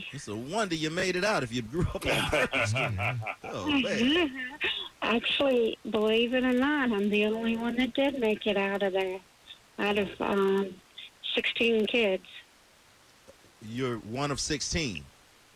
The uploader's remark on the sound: A Woman Called